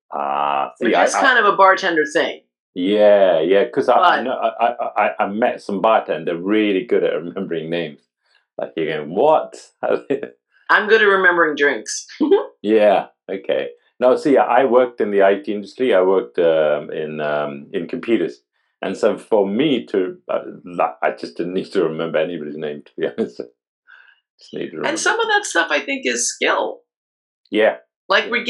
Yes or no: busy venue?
no